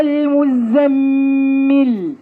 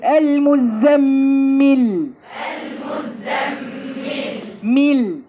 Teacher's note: اتكي على الميم بالكسر